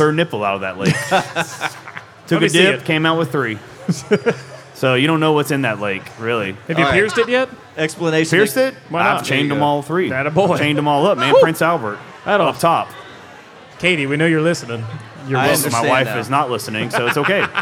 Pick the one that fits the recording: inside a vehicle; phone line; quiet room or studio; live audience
live audience